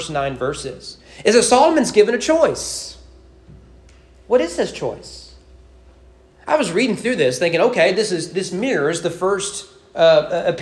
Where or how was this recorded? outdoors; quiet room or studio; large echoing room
large echoing room